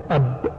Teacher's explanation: الباء تخرج من الشفتين بإطباق · Term: حرف الباء